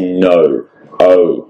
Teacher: So the way we say no oh, actually this very round and long. Draw it. Draw it out yeah.